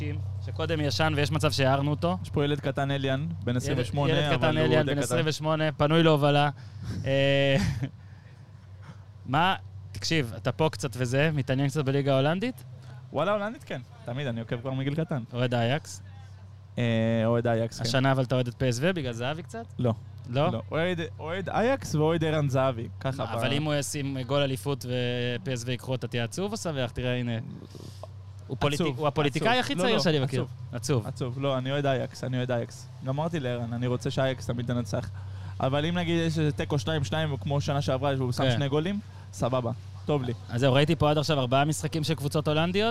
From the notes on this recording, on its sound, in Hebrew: חג וכל האולפנים בישראל סגורים? הקלטנו על סירה באמסטרדם.